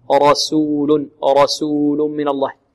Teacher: الراء مفخمة والسين مرققة، لا نقول رسول صو، بل رسو سو سو سا سو